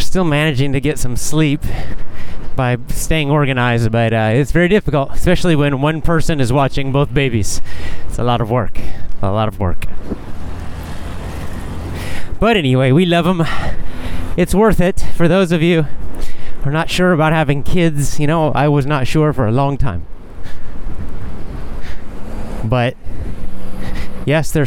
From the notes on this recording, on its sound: A casual chat while walking.